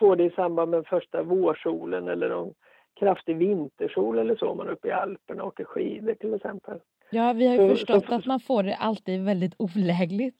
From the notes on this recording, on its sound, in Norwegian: en liten telefonintervju